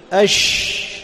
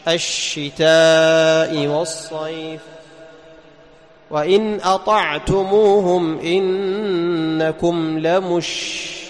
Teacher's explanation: أحسنت، من وسط اللسان، مخرج الشين يرتفع وسط اللسان إلى وسط الحنك، من هنا يبدأ الانتشار من وسط اللسان إلى المقدمة، ما يكون في اللسان كامل، لا، هذا كلام غير صحيح، انتشار الشين يكون من وسط اللسان إلى المقدمة، لماذا؟ لأن مخرجها من وسط اللسان، لأن مخرج الشين من وسط اللسان، فيرتفع وسط اللسان، وهنا يبدأ ماذا؟ · Term: التفشي